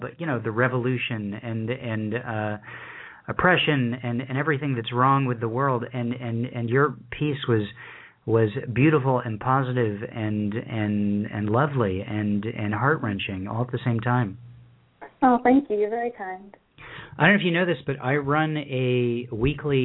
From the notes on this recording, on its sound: Another packed show with callers from Egg Harbor, New Jersey, Sonoma, California, Miami, Florida, Limestone, Tennesee, The San Fernando Valley, CA, Shortsville, NY, Nova Scotia, Canada, West Seattle, Washington, Rochester, NY and Philadelphia, PA.